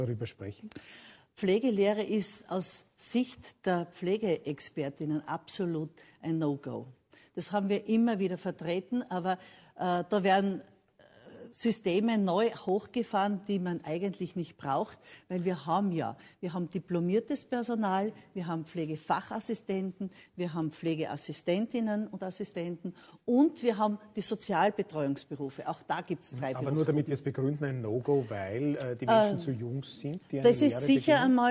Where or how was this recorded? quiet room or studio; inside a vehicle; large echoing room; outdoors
large echoing room